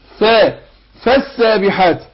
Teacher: نمكن بطن الشفة السفلى من الثنايا العليا · Term: الفاء